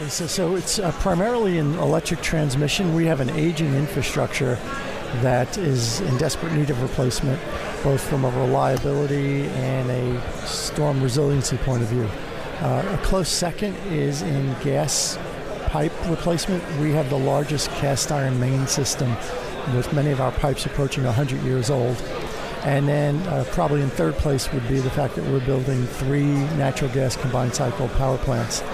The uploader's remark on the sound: Live from the 2017 Future of Energy Summit